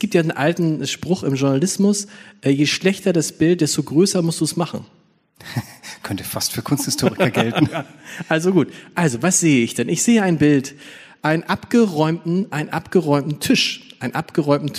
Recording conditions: live audience